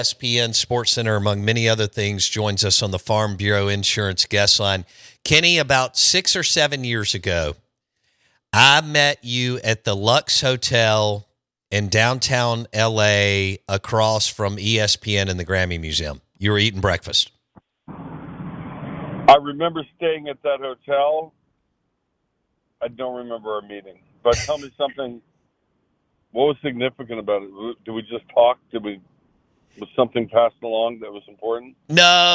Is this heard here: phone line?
yes